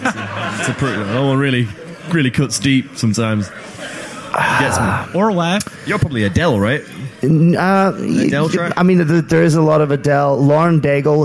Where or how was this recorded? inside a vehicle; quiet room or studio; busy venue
busy venue